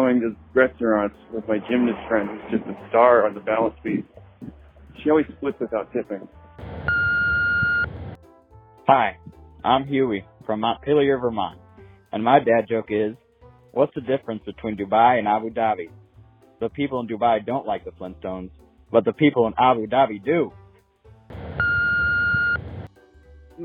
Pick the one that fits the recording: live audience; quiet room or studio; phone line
phone line